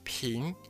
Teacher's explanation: 你会发现你如果只发平的时候，到最后你的舌头是舌尖会去碰到你的上颚的前半部 · Term: 闪电 N